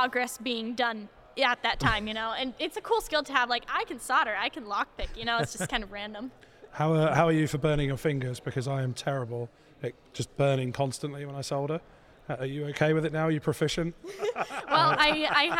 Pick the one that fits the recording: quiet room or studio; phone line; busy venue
busy venue